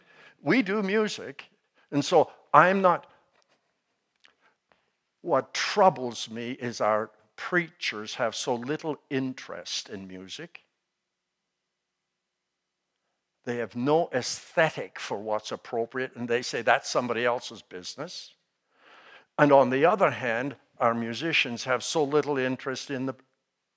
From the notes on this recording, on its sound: Lecture with Q&amp;A at the end